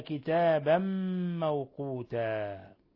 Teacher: تنوين فتح جاء بعده الميم، الحكم التجويدي إضغام بغنة، ولا يخفى مد العوض حال الوقف على رأس الآي في لفظ موقوتا.